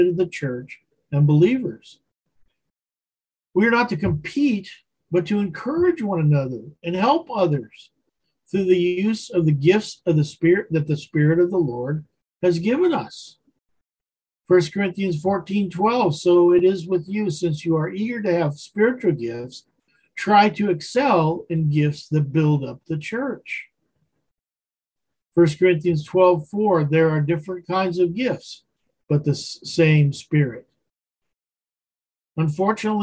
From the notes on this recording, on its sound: Wednesday Zoom study.